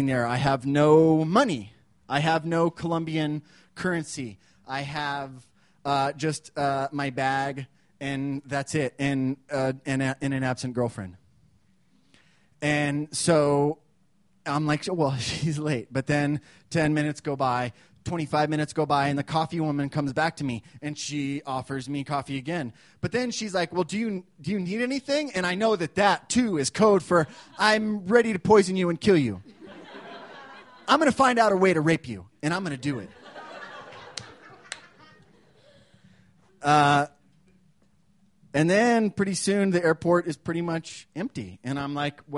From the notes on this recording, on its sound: These stories were recorded at The Deer Pile on October 17th, 2013 by our good friends at The Denver Diatribe.